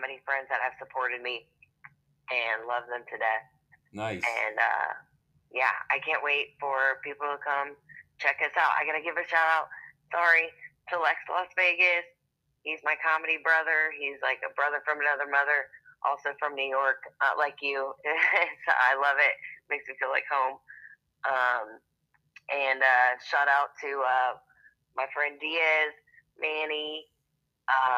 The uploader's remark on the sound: we switched to speaker phone, more steady connection